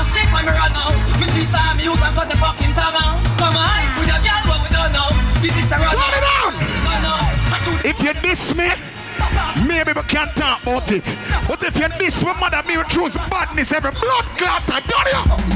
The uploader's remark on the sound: Street Vybz - Cayman Islands 7/7/23 (LIVE AUDIO)